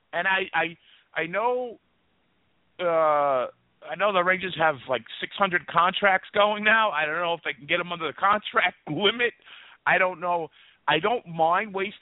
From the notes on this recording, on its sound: We take your calls, and there is a live interactive chat that takes place throughout the broadcast.